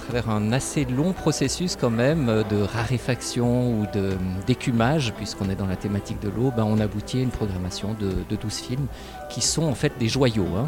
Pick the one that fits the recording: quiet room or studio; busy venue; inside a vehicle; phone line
busy venue